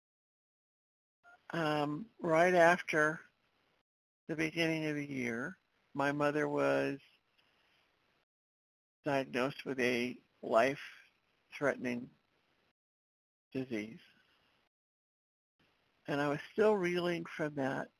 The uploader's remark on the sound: 100 Pounders Phone Meeting